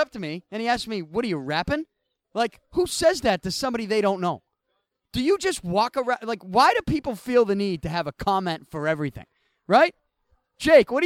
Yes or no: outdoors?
yes